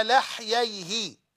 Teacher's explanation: بفتح اللام وفتح الحاء وليس بكسر الحاء